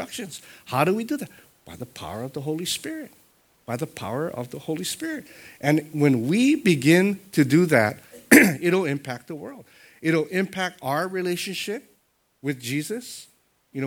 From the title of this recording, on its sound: Sunday Worship Service